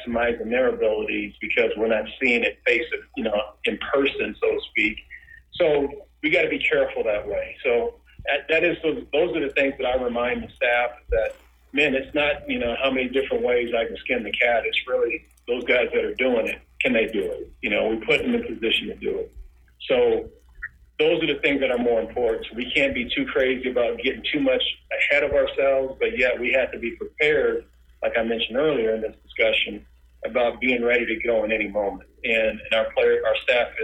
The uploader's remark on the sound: Conference call with the media, and then plays the whole thing from start to finish.